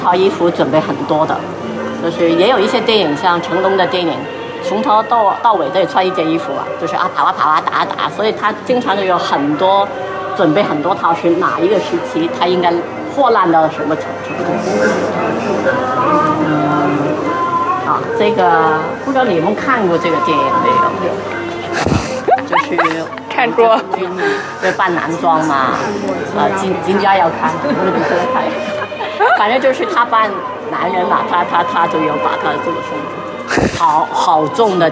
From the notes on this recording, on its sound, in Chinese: 无中生有 — 香港电影美术及服装造型展 特约观展团。这一期是导览的录音。